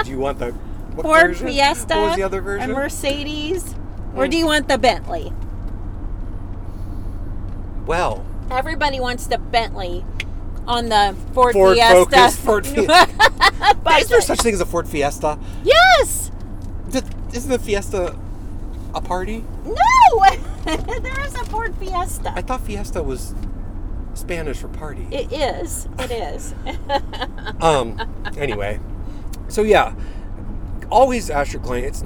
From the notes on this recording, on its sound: We are on the road again! This podcast is in the car.